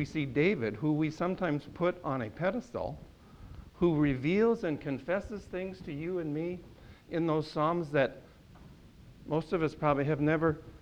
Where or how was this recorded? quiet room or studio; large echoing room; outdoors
large echoing room